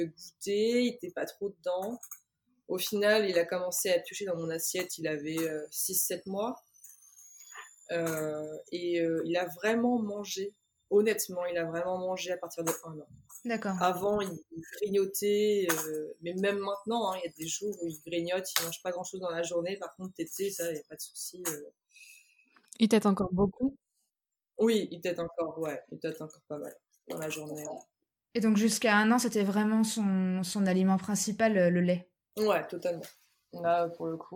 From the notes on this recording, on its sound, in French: Cet épisode est enregistré à distance, nous nous excusons de la qualité de l’enregistrement.